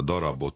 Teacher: a darabot általában zöngés B-vel ejtjük a végén